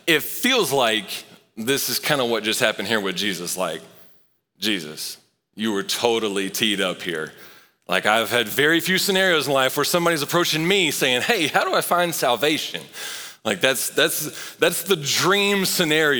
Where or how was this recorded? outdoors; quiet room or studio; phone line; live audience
live audience